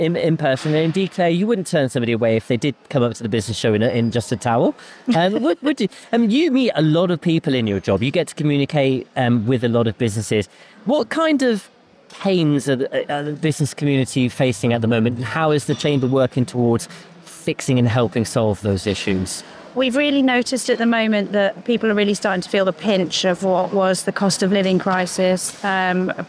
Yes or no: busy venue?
yes